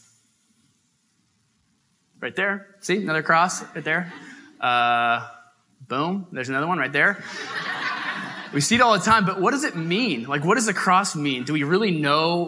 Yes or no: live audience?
yes